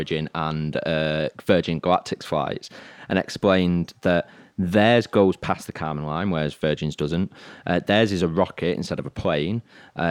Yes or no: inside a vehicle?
no